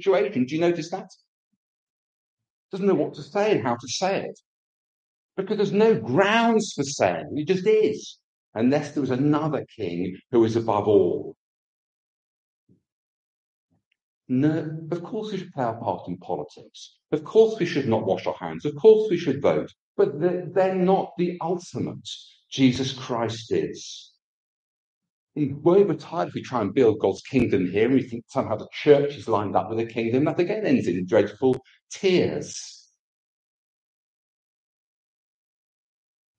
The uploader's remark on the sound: This service came from our Church Centre so the sound quality is not as good as normal.